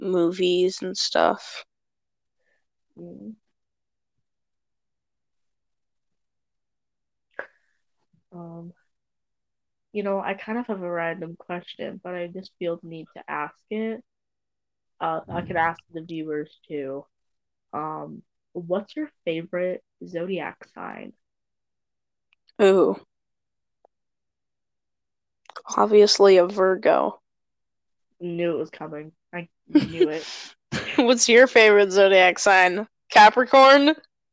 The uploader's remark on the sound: more technical difficulties